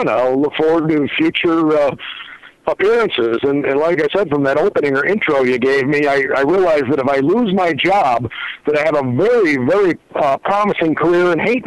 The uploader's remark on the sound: Phone calls.